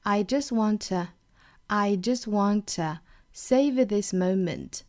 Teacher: I just 尾音的 t 省掉